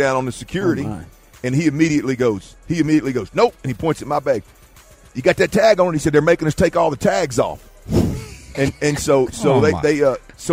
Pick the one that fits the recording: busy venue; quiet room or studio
busy venue